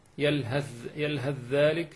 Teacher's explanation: وأدغم الثاء في الذال في يلهث ذلك في الأعراف